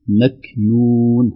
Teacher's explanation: الهمس في الكاف وليس فيها قلقلة، لا نقول مكنون ولا مكنون بدون همس، إذا فيها همس خروجها هواء خفيف مع مخرج الكاف بدون تحريك للمخرج نفسه مكنون هذا قلقلة ولا ليس في الكاف قلقلة بل فيها همس مكنون هكذا والله أعلم.